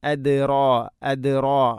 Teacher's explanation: റാഇനെ കനപ്പിക്കണം, തഫ്ഹീം ചെയ്യണം